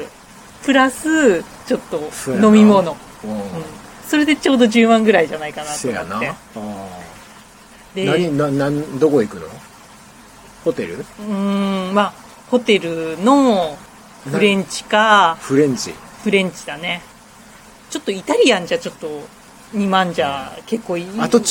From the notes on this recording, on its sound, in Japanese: 公園で収録したのでノイズ多め、ご容赦ください。